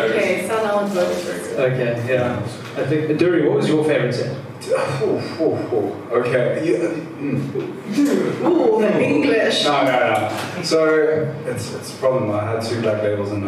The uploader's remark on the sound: CAYACAST Live: Daisies Decompression. Laptop got stolen the day after this (booooo) so unfortunately we lost the audio. Your regularly scheduled audio quality will be back next week!